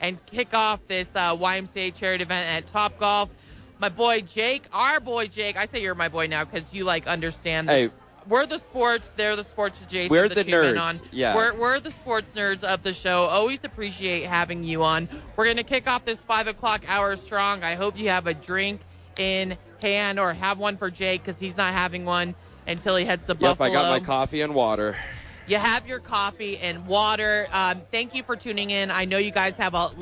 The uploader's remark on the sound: live from Top Golf for the YMCA Charity event